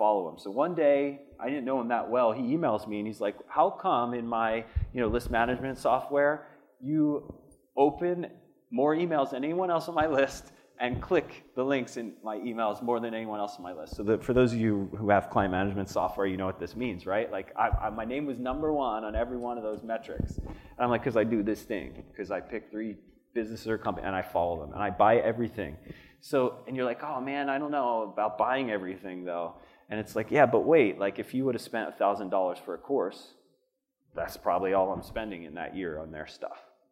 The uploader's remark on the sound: This podcast was recorded during my my fireside conversation. At the Vigor Ground Fitness and Business Summit.